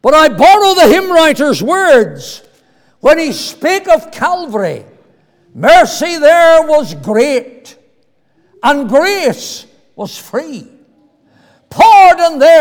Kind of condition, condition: setting, large echoing room